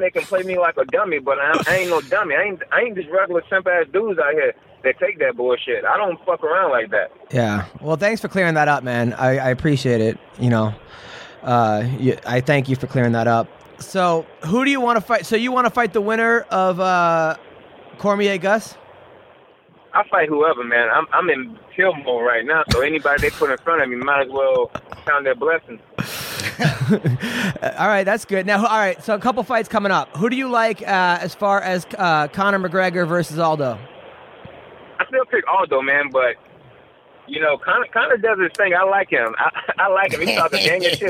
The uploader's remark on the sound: post-Titan FC 35 press conference